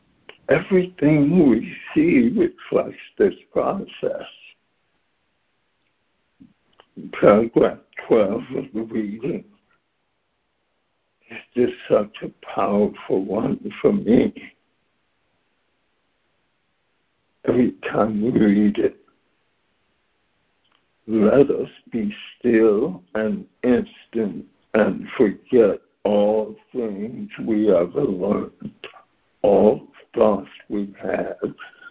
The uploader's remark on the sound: ACIM Daily Conference Call